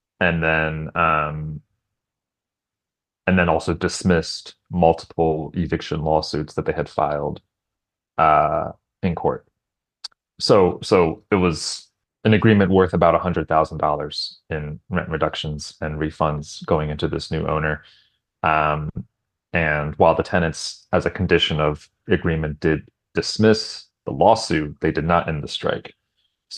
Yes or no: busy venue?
no